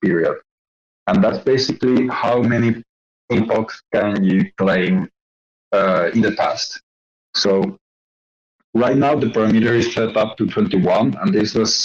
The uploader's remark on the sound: White Whale Community Call